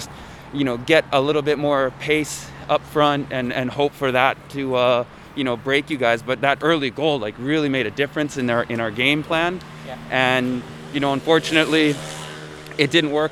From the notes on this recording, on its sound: As usual we find ourselves walking back to the station from the Nissan Stadium after the Yokohama F.